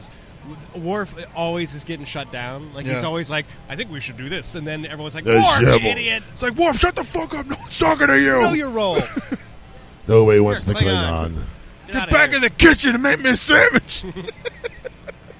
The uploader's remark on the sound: We did our show live from the floor on day 2. Comicpalooza 2016 - Live From The Floor On Day 2.